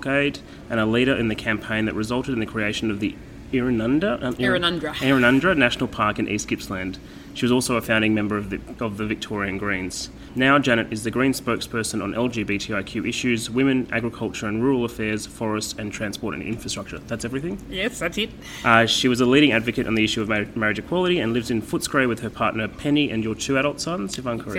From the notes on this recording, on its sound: At the Better Together conference in Melbourne in January